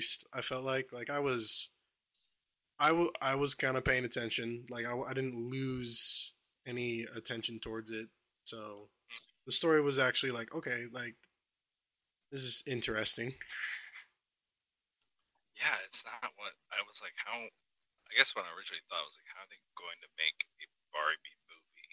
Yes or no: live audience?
no